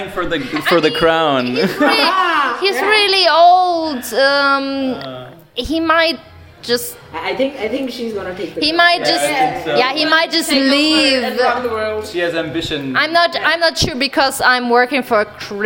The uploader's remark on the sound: This is the first episode with two guests together - and to surprise, we had a listener as well. Being a bit tipsy and opening up to strangers with loud background music.